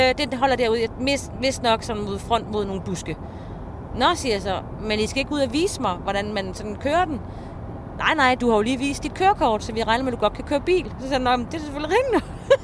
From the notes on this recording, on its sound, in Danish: Optaget i bilen på vej til Aalborg fra Aarhus.